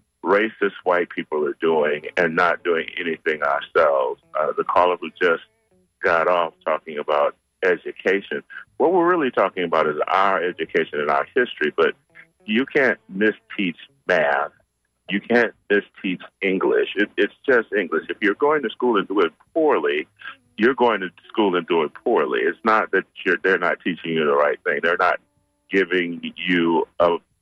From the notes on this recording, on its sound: unique magazine format call-in show